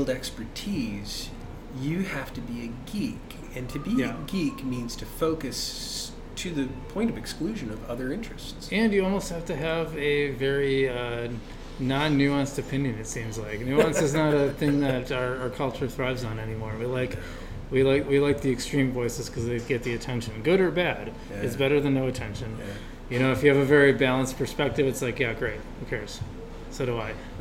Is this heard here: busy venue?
yes